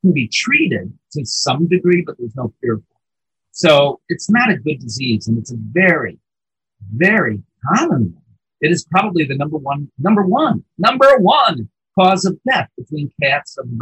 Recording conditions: poor sound quality